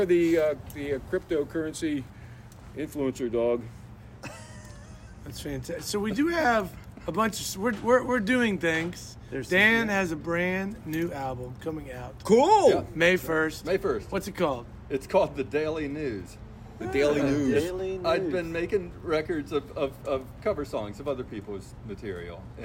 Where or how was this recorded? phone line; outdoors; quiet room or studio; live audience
outdoors